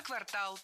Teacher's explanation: Всегда в слове «квартал» ударяем второй слог.